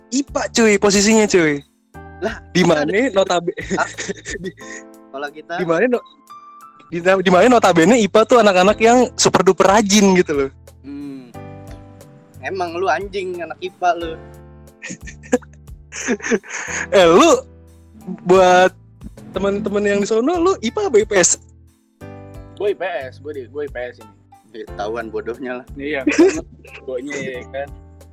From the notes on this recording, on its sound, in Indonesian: Tapi kita record via online juga kok ga langsung. Walaupun ending agak chaos buat jadi pembelajaran aja. Ketika recording harus proper internet lu yeh!!!